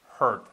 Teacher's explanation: cuando tenemos una U y una R, el sonido de la R es tan fuerte que el sonido vocal se nos lo lleva, prácticamente.